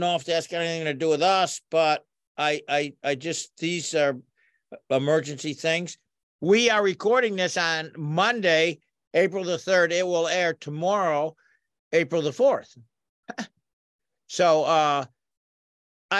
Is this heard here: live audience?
no